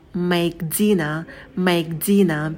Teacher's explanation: На звуке «м» можно посидеть подольше. Потом у нас идет дифтонг «эй», «эй». Мы минимально открываем рот и держим оскал.